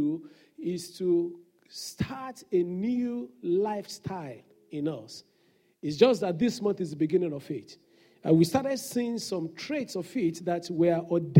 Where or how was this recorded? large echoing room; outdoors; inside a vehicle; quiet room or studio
large echoing room